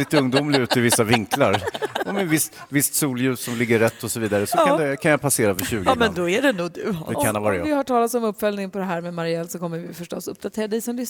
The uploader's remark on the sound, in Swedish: Live från Fjällkalaset!